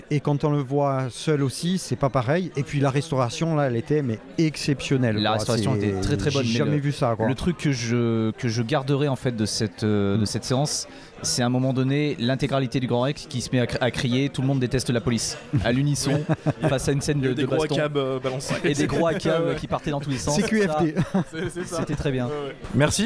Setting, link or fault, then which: setting, busy venue